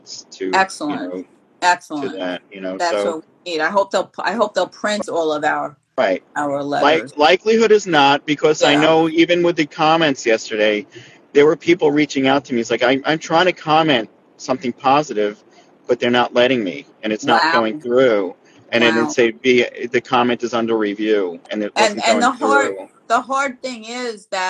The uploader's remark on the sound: recorded as an Instagram Live event